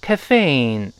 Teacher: 这是个美式发音啊，重音在后面